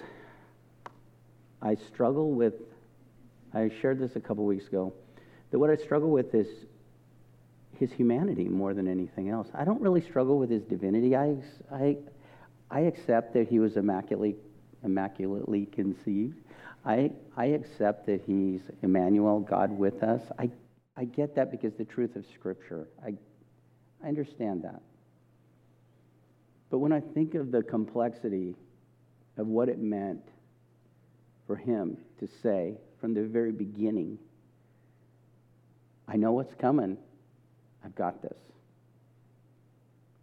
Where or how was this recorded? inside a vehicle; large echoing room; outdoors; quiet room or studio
large echoing room